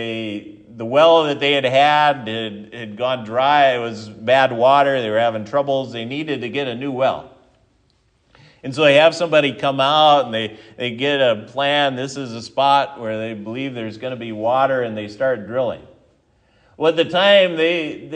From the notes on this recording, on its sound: This sermon was given at Triumph Lutheran Church, Ferndale, Washington